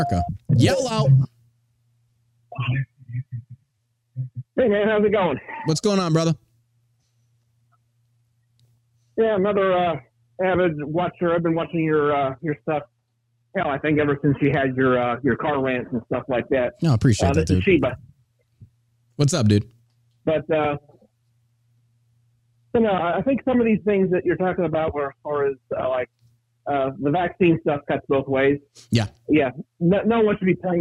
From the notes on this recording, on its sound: Taking calls.